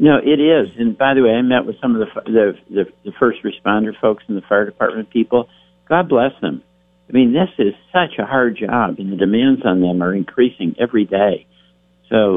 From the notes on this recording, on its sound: Calls. From Washington.